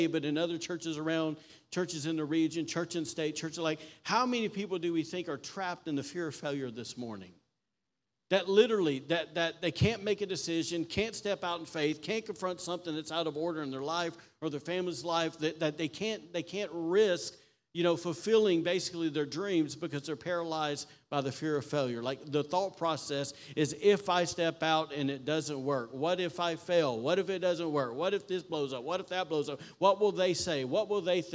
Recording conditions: large echoing room